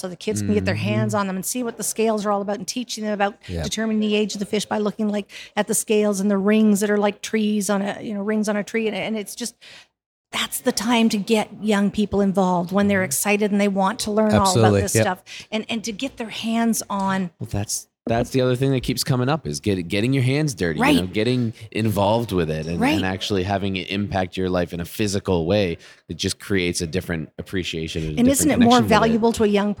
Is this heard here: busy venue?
yes